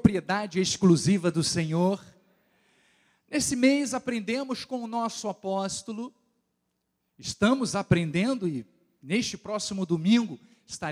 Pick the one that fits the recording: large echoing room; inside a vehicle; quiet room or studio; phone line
large echoing room